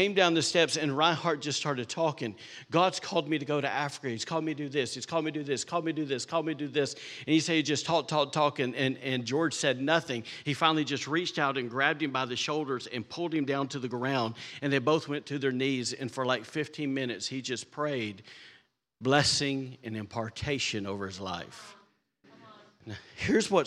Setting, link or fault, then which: setting, large echoing room